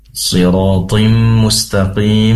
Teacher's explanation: di situ ada tanwin bertemu dengan mim, idgham bigunnah, masuk seraya mendengung.